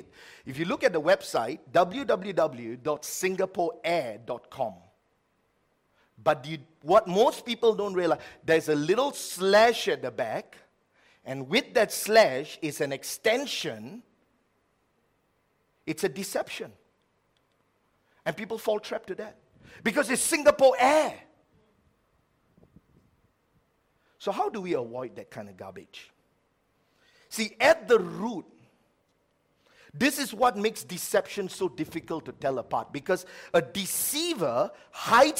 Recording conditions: large echoing room